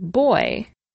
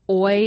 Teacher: oi is another diphthong, consisting of an O-like vowel followed by long E or short I. So you could say that Y represents one of those vowels. · Term: diphthong oi